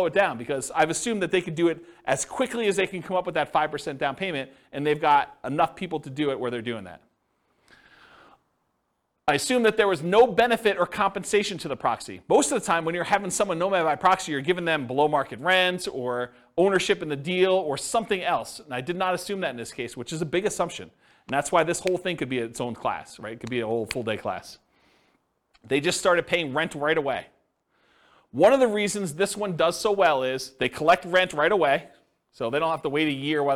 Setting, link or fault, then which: setting, live audience